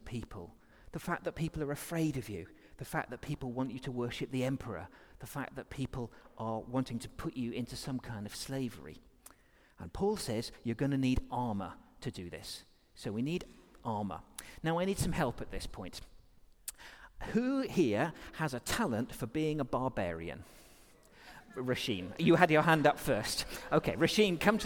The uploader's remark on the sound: Recorded during our all-age service